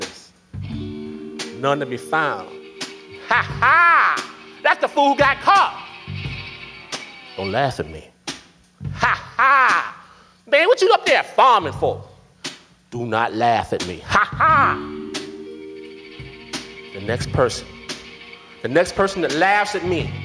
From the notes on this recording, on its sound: To the stage for our first ever LIVE show! Rock San Francisco’s Brava Theatre.